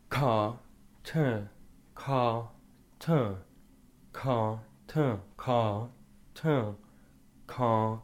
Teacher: So imagine like there's almost like a tube or some sort of cavity, which is your mouth, and you're closing off the direction of the soap, and you know, it's shooting back to the back of your throat. Then you're closing it off at the back of your throat with the ka, and then it's going to the forward, and on the ta, it gets shot to the back, and then the ka, and then towards the front, right?